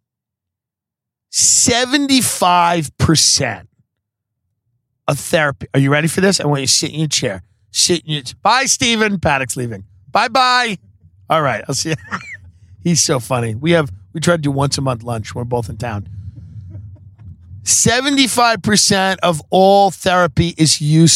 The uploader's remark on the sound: Live from the car on the way to Manhattan Beach and back.